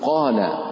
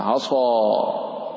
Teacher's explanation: قال للمفخم المستعلي بدون الإطباق، والعصا الصاد جمعت بين صفتي الاستعلاء والإطباق فزد في تفخيمها